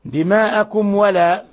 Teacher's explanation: ميم ساكنة جاء بعدها حرف الواو، الحكم التجويدي إظهار شفوي، وهو من أشد حالات الإظهار